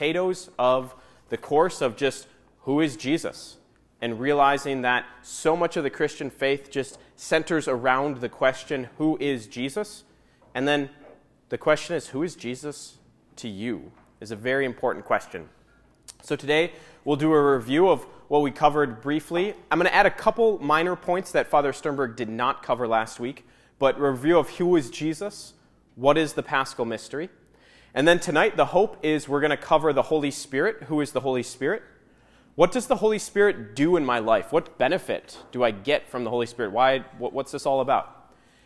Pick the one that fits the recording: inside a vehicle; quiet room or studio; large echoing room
large echoing room